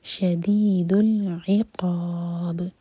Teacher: عین حلق سے قاف ہیوی اور با پر رکیں گے تو با پر قلقلہ اور چار حرکہ کھینچ کر رکیں گے.